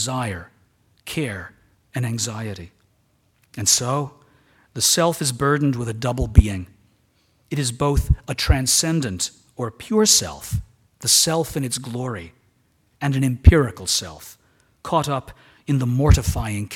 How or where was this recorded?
large echoing room